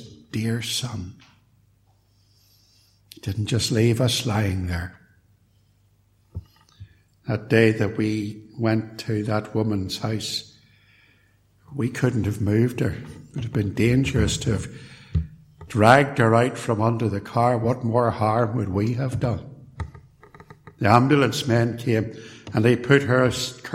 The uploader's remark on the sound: A sermon preached at Templepatrick Reformed Church, on Lord's Day evening.